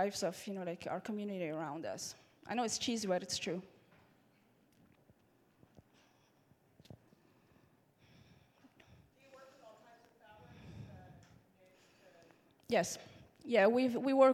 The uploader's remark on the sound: The event was located at the Left Bank Annex in Portland, Oregon. This is the first time the audio-only recordings of the speaker sessions have been released.